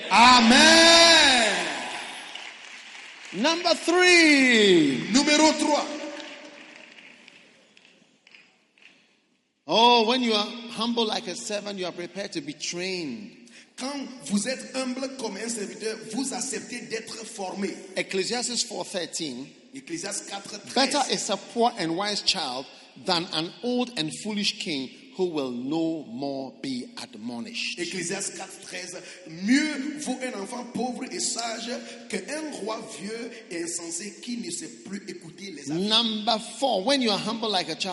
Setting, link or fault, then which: setting, large echoing room